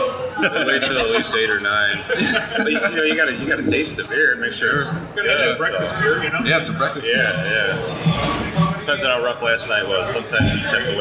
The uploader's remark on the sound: Live at Mortalis